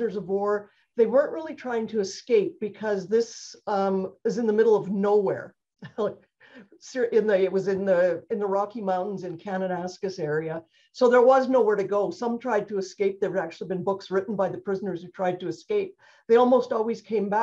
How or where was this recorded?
video call